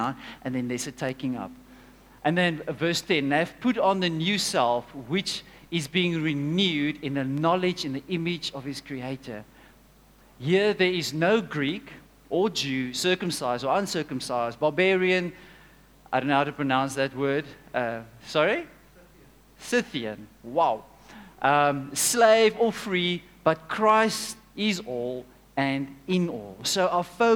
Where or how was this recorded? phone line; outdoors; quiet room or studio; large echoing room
large echoing room